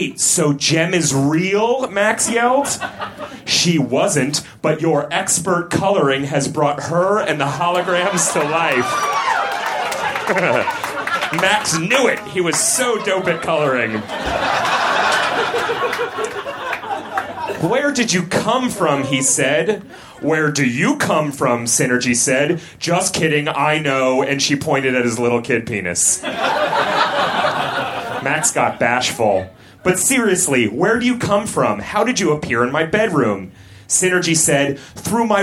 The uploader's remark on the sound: Recorded at Union Hall in Brooklyn, March 7, 2014.